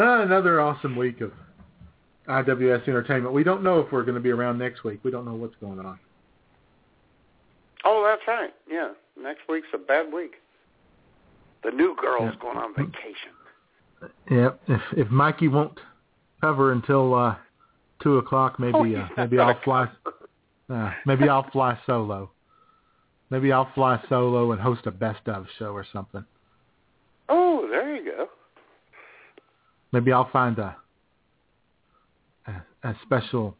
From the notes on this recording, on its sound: All the while taking your phone calls.